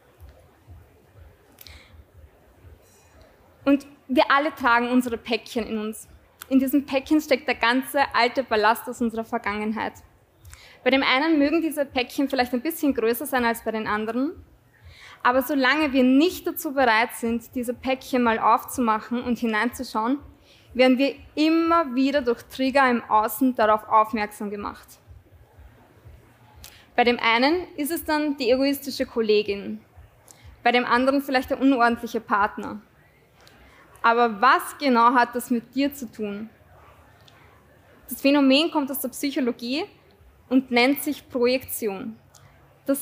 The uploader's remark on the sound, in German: Dieser Ausschnitt wurde live beim Greator Festival aufgezeichnet.